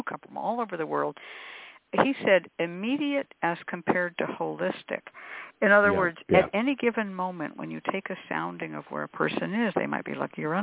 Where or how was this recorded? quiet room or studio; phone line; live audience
phone line